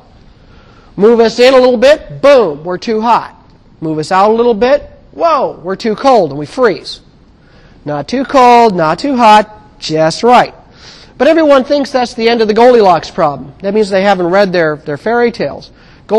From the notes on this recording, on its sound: Recorded on 2007 Nov 30 in 1000 McPherson Lab on the Columbus campus of The Ohio State University.